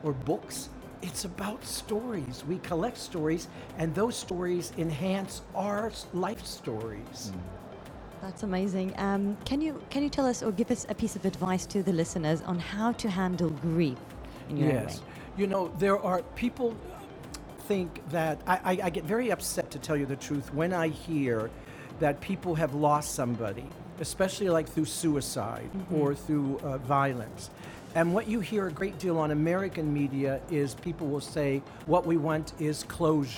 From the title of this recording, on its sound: Live from SIBF 2022